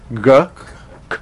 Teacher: Okay, the sound that's going to come out is a k sound. As you decide to say g without the voicing, g, k, what comes out is a k sound.